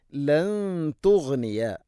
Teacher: ലൻ തുഗ്നിയ സാക്കിന നൂന് ശേഷം ത ഇഖ്ഫാവും ബിഗുന്ന അവ്യക്തമാക്കി മണിക്കണം.